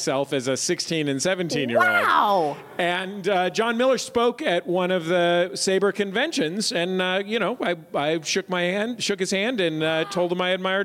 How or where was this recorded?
busy venue